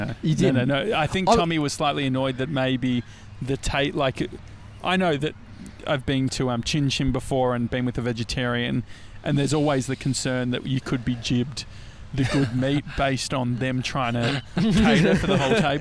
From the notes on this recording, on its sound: We’re live from Laguna beach!